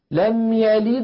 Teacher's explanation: ولما ينطق الدال يلد الفم مباشرة يريد أن يتهيأ إلى الواو التي بعد الدال، فلذلك القلقلة تكون أقل وضوحا